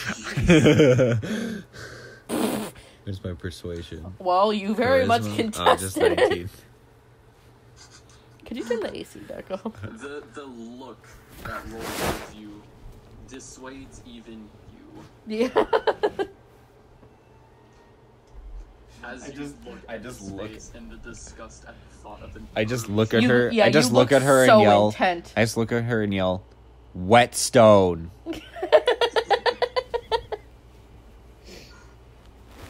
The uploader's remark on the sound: Please excuse the bad audio.